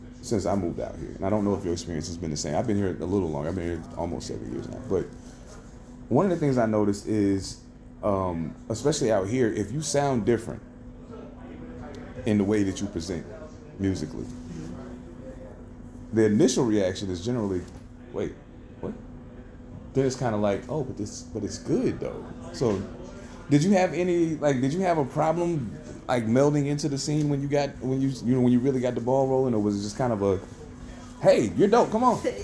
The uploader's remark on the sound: Coming live from High Dive in Seattle, WA.